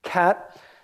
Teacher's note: the first sound, K, in cat, is followed by a puff of air called aspiration, which is denoted with the superscript H, so cat.